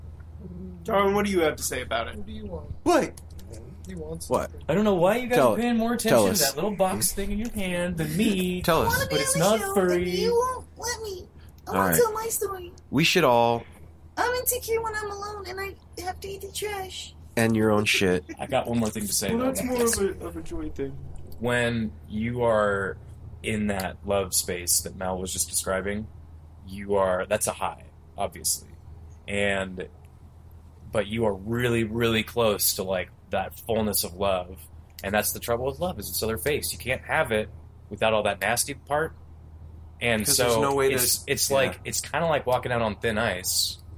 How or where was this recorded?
outdoors